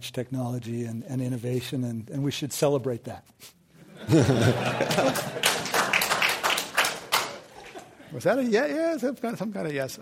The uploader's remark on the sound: This program was recorded in front of a live audience at the Exploratorium with the Commonwealth Club of California on November 2, 2015.